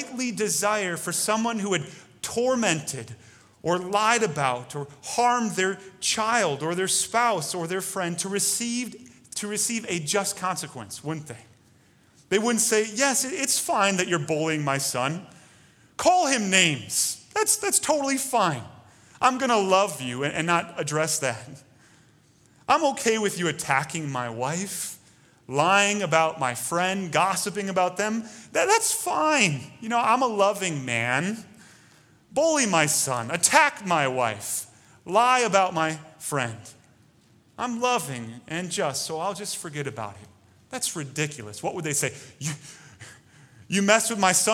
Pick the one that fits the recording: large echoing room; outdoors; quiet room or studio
large echoing room